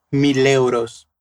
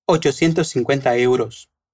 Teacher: el 1,000 que termina en consonante se va a juntar con euros que empieza con vocal · Shown in: first take · Así que al decirlo, lo hacemos casi como una sola palabra.